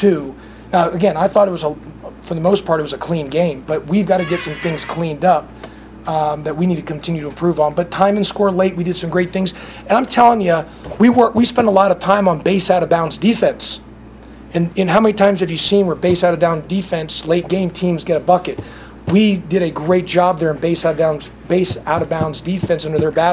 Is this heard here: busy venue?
yes